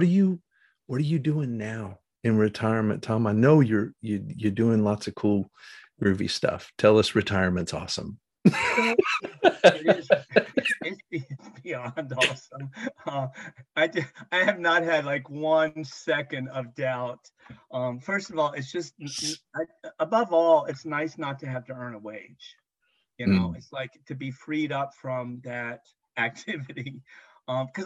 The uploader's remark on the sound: Recorded 10.24.2022 in NC & MD on Zoom